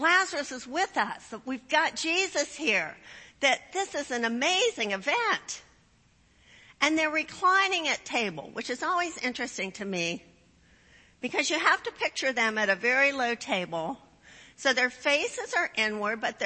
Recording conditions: large echoing room